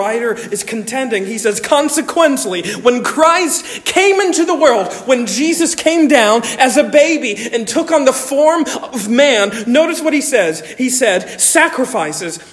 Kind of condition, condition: setting, large echoing room